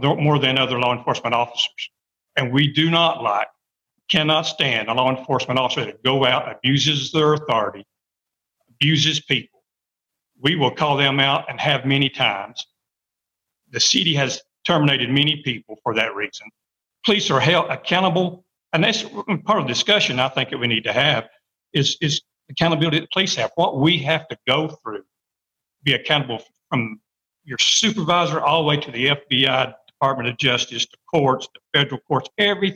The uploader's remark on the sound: Blue Ridge Public Radio hosted a live Zoom panel